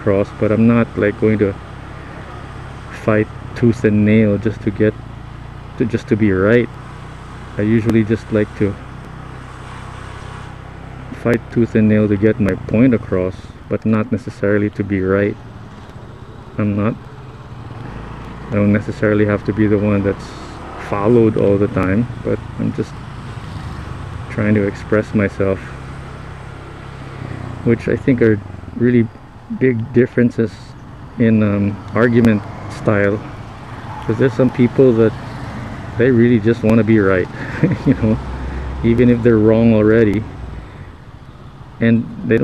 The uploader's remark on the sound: Moto imus, cavite. When I first started riding the motorcycle and trying out recording the podcast with a mic on my helmet.